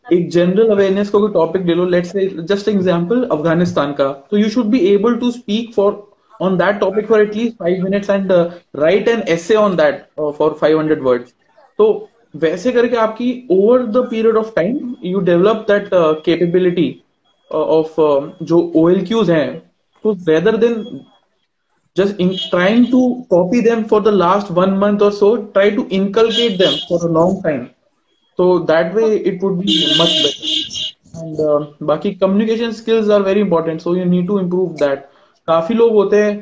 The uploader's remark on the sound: This was part of Insta Live.